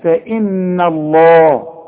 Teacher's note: فإن الله، خد بالك هنا فيه يعني النون ممكن تضع منك وتفخم، تقول فإن الله، فإن لا يا راجل، النون دائما مرققة لكن هي جت جنب لفظ الجلالة، هنقول فإن، فإن الله، الهيه بتاعت لفظ الجلالة خد بالك لازم ترقق